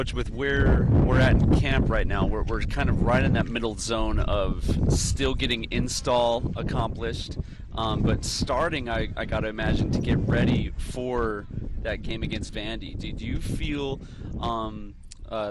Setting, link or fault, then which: setting, outdoors